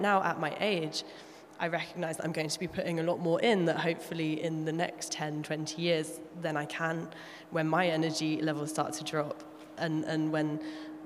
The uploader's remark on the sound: A special live audience recording at "She Means Business" during IMEX America in Las Vegas.